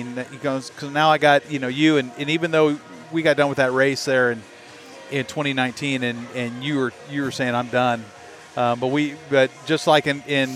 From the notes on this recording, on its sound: live from the Good Life Halfsy expo